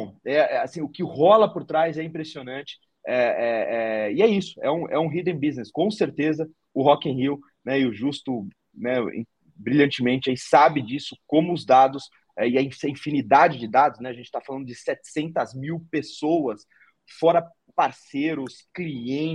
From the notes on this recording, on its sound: Live Linkedin. Em parceria com o MIT Technology Review Brasil, a Zoox realizou uma live gratuita no LinkedIn.